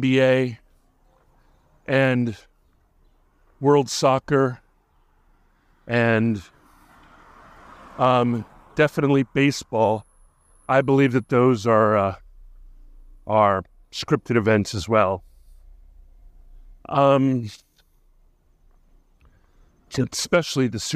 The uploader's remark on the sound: A Walk-and-Talk Episode. As he strolls through his surroundings, with the caveat of anticipated pauses due to human interaction. Needing to pause his narration due to passers-by, thereby ensuring an authentic walk-and-talk experience for the listeners.